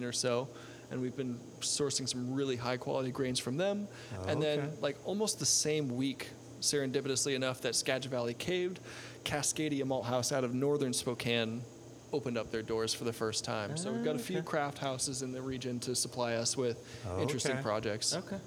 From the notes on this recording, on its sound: Live Padcost from Westland Distillery. RØDE for making *really* great microphones. Olympus and Tascam for making fine mobile recording devices.